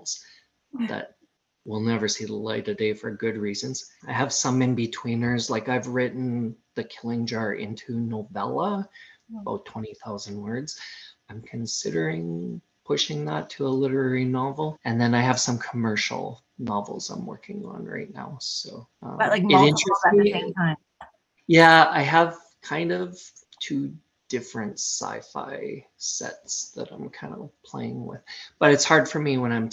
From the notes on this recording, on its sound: Recorded over Zoom so the sound is a bit choppy